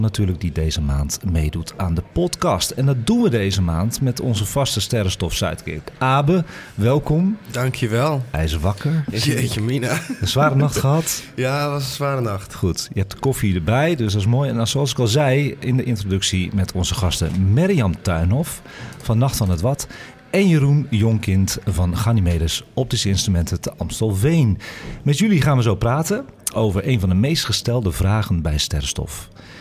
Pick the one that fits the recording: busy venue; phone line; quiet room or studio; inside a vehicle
busy venue